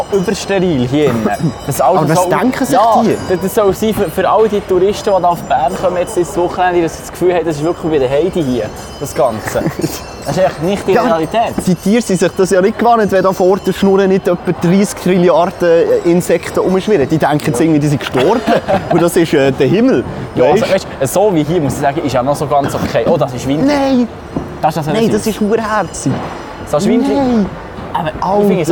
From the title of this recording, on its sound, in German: Live von der BEA Expo